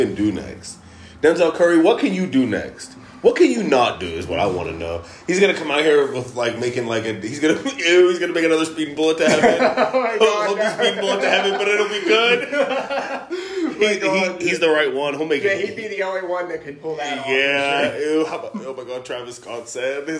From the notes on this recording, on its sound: Sorry about the echo. I moved and don't have a great room for this and I'm still on the phone only!